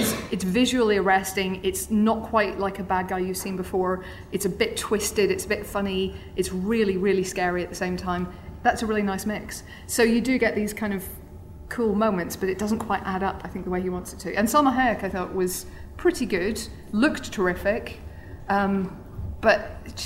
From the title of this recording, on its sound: Edinburgh Live Special